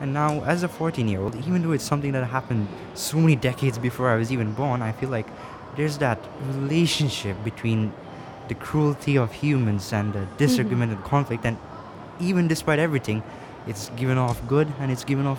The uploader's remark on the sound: Live from SIBF 2022.